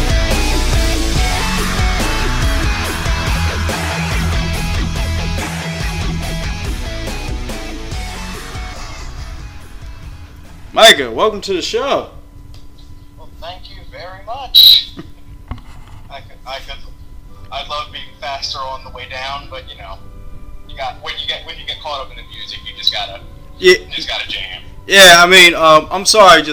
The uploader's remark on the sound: Cleaned up the audio as best I could and added some music.